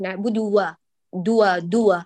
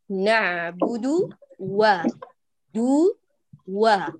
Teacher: لا تدمجي ضمة الدال في الواو المتحركة، أنت مطالبة أن تبيني · Shown in: second take